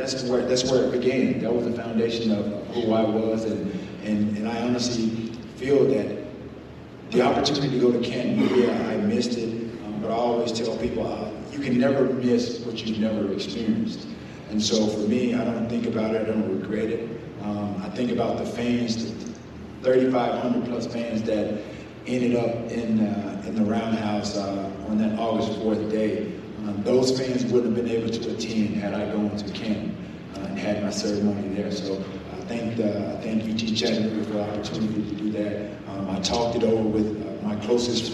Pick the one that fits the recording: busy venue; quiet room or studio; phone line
busy venue